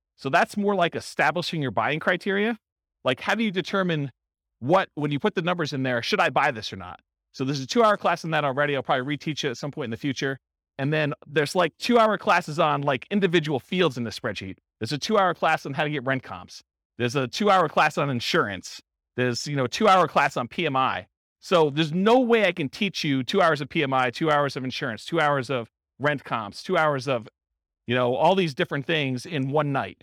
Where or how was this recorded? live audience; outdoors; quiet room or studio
live audience